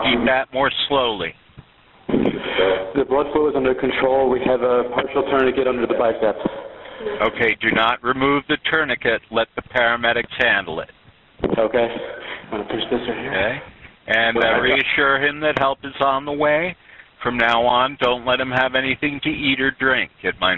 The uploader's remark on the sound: 911 call audio